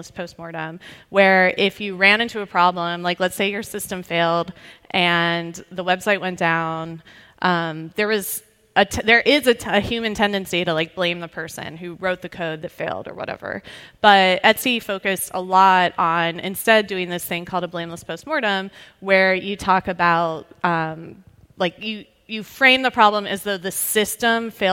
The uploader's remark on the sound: Was recorded in front of a live audience at RStudio::conf 2020.